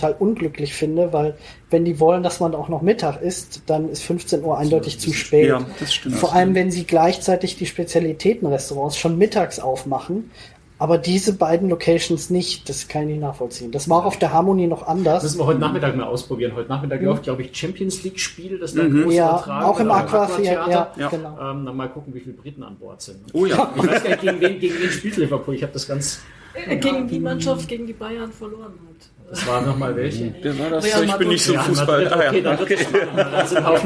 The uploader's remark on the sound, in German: Live von der Symphony of the Seas. Die schlechter als gewohnte Audio-Qualität bitten wir zu entschuldigen - ich konnte nicht die komplette Technik-Ausrüstung mit aufs Schiff nehmen, sodass wir für alle fünf Teilnehmer der Diskussionsrunde nur ein Mikro in der Mitte zur Verfügung hatten.